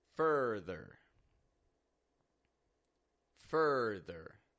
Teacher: Fur, stressed, rising in tone, ther. Flat and quick and quiet in tone, just like all ER word endings, Further.